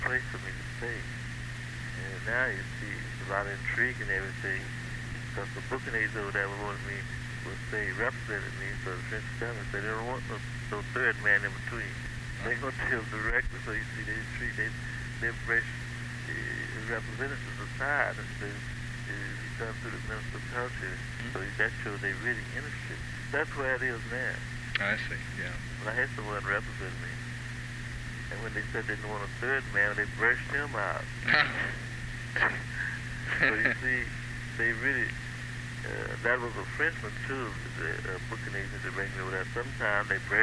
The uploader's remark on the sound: Phone call. The house in Philadelphia.